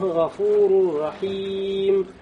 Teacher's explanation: за слово «гафурун» танвин вошел в букву «ро», то есть «идгомун» «камиль». «Бигойри гунна» уходит, да, буква, и уходит его качество.